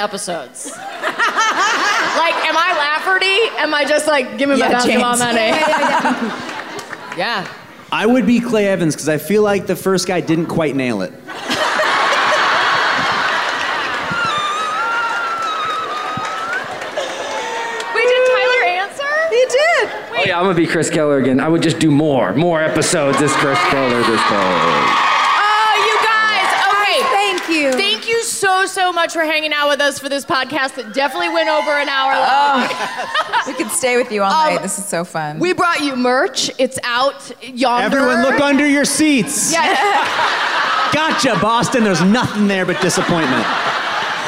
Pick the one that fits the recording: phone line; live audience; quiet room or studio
live audience